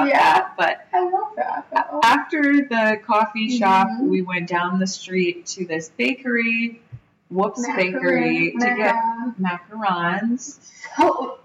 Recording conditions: poor sound quality